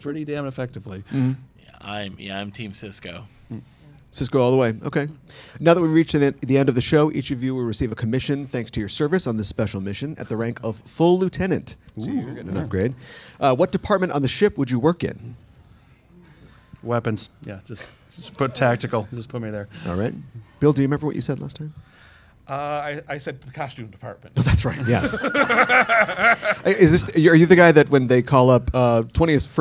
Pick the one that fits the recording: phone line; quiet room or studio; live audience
live audience